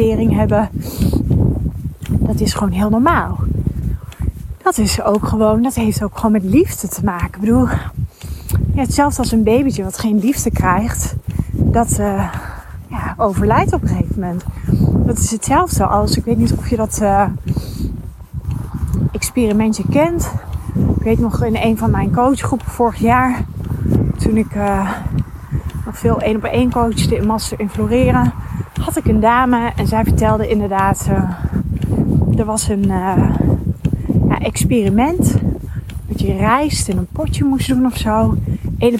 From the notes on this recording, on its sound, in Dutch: een mooie nieuwe podcast die ik tijdens het wandelen heb opgenomen